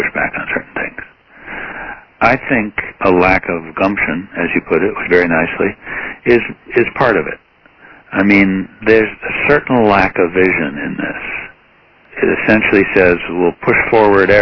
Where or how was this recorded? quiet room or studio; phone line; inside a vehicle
phone line